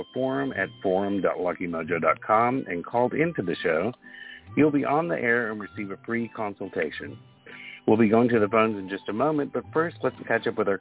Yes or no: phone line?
yes